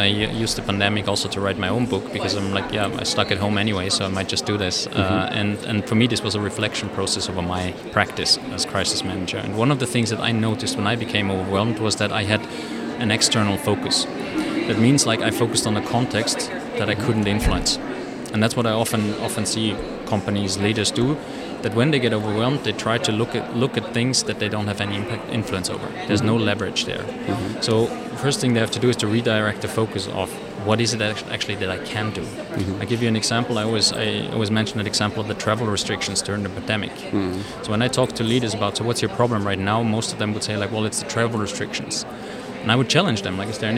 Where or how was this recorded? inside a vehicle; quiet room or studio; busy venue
busy venue